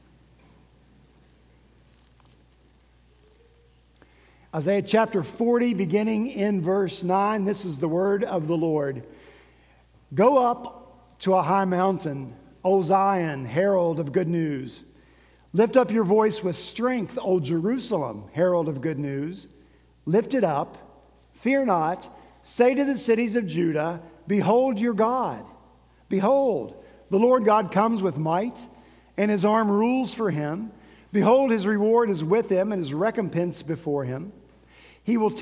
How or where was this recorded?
large echoing room